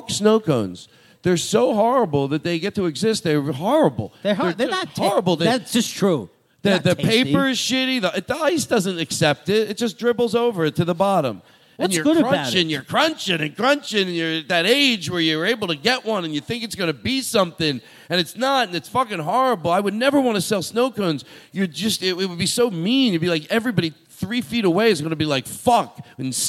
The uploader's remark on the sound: This episode is LIVE from JFL NorthWest